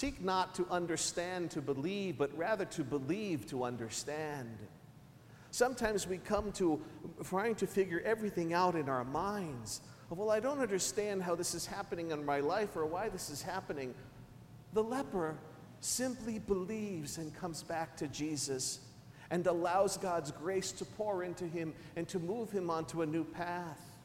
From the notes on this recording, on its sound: Recorded at St Sebastian Catholic Church on October 12, 2013